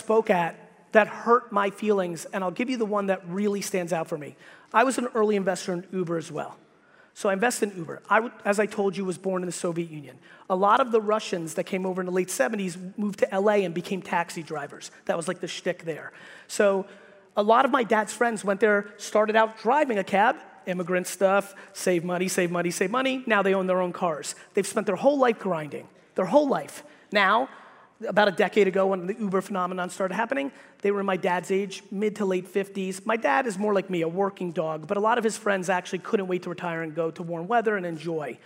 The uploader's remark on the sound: keynote that I gave at the Hearing Innovation Expo in Las Vegas